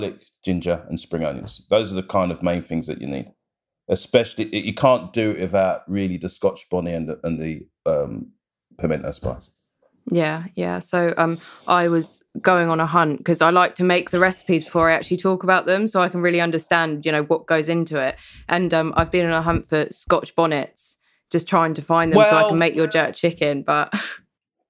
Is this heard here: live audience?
no